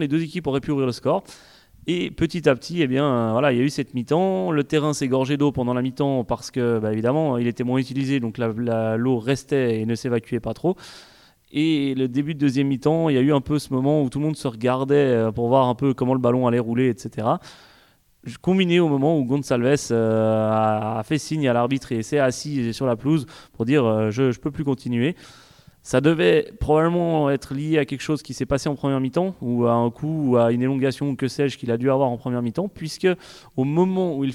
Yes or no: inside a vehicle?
no